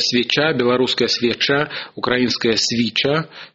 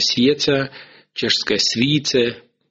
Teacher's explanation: у восточных славян они давали шипящие «ч» и «ж» · Shown in: first take